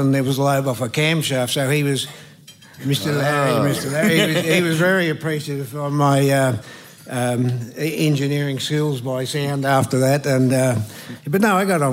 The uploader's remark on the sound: a very special episode LIVE at the 2023 VACC Presidents Grand Prix Supper